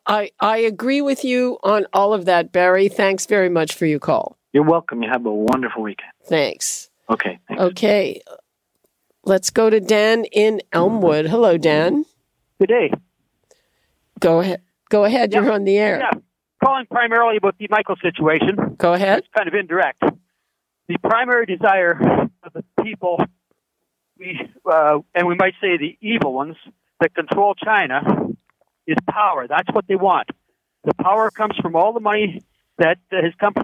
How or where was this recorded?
phone line